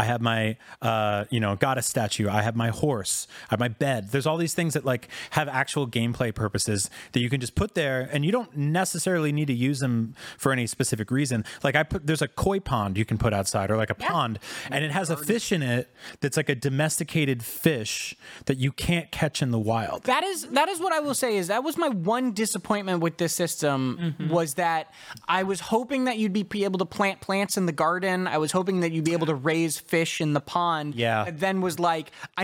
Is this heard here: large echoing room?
no